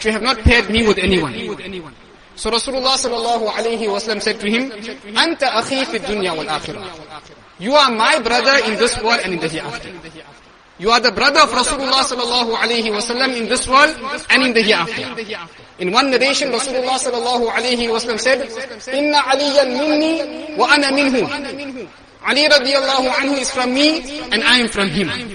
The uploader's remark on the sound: Jumuah lecture